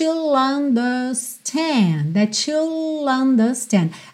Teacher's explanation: é no L que você liga com understand